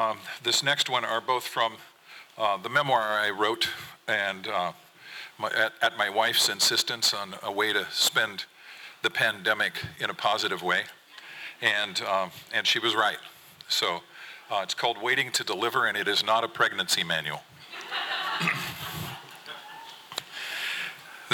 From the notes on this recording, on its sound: 2023 FPG-Ten Fifteen Theater-Saturday Night. From the 2023 FisherPoets Gathering. This recording was made on Saturday, February 25th, 2023, at the Ten Fifteen Theater in Astoria, OR as part of the FisherPoetry Archive Project.